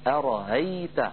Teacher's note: وله وجه آخر في هذه الكلمة وهو أن يسهل همزتها أرأيت بين الهمزة المحققة والألف بأن هذه الهمزة مفتوحة.